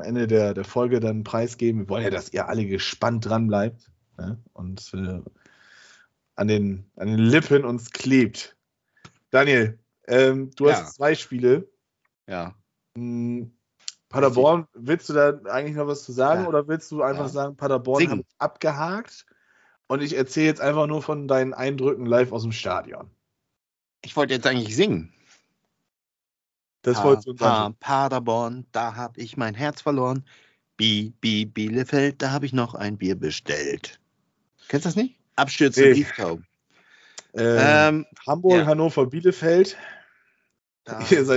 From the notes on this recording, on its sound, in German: Aufgezeichnet am 07.04.2022 via Skype